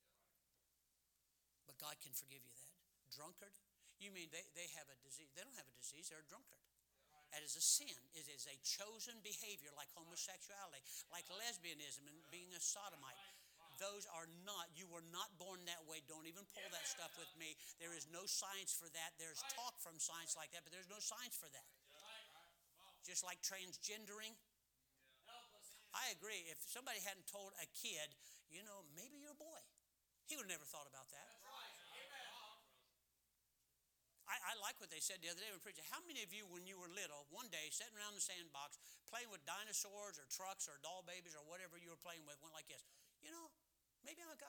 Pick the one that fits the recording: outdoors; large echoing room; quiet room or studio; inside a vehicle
large echoing room